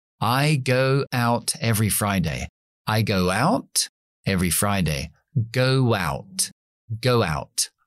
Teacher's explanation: Después del sonido U, vamos a meter una W. · Term: intrusión de W